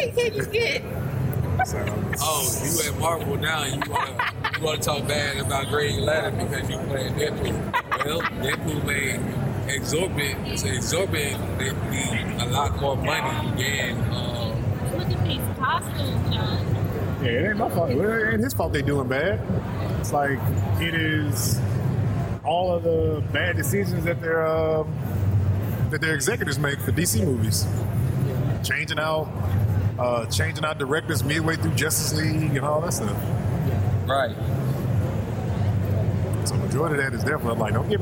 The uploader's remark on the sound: LIVE from Comicpalooza 2018